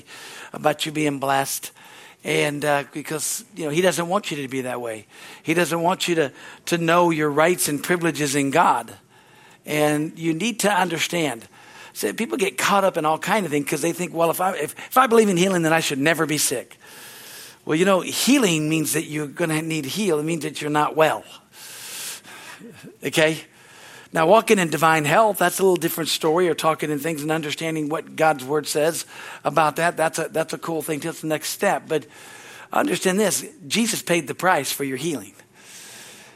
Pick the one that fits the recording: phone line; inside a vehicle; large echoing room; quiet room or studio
large echoing room